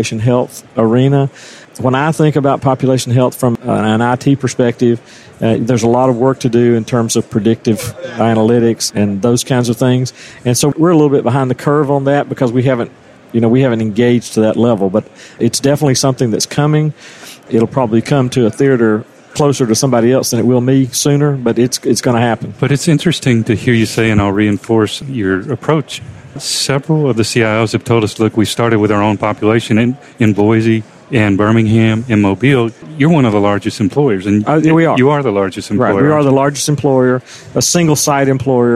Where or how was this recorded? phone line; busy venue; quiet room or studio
busy venue